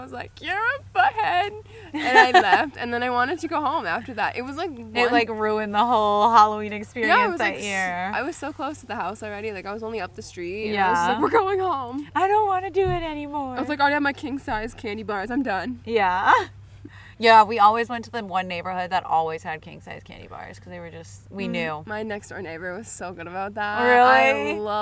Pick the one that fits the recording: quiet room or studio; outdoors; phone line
outdoors